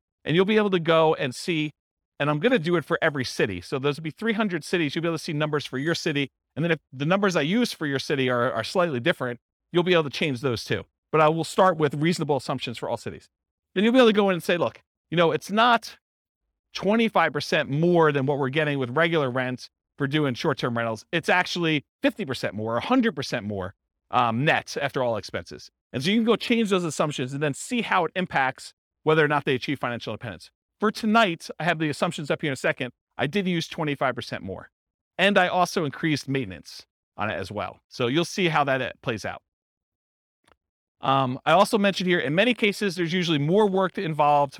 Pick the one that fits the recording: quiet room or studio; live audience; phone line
live audience